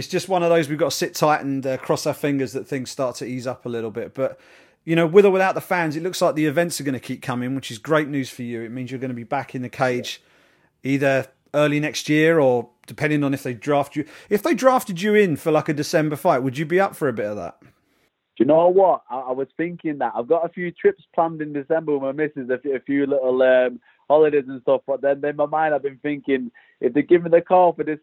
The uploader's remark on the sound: hopped on the phone with one of the British contingent on the Bellator MMA roster